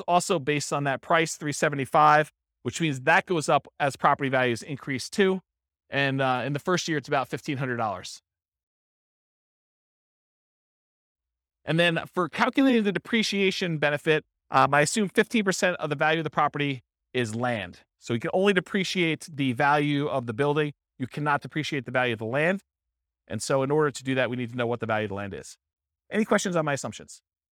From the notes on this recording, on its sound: This was a live class recorded